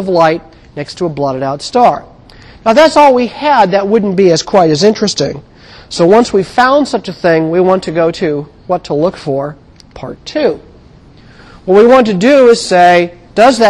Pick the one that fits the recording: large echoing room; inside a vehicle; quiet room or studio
large echoing room